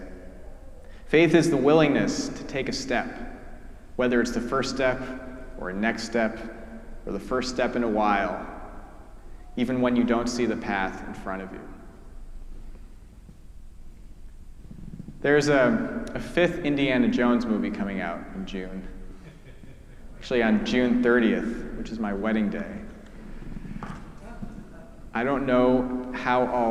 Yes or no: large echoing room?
yes